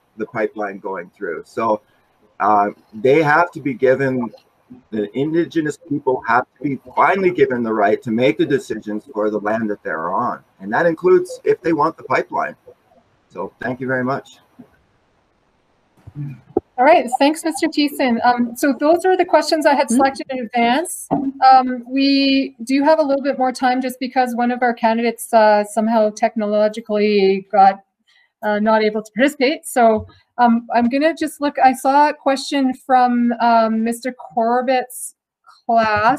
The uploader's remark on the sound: This is a special episode of the Thundercast featuring the full audio of the virtual all candidates forum.